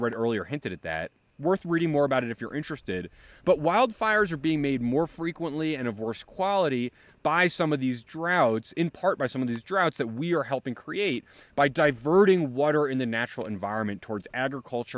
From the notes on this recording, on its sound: recorded in Dixie National Forest in Utah